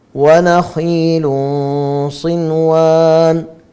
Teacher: تنوين بعده صاد، إخفاء حقيقي بغنة مفخمة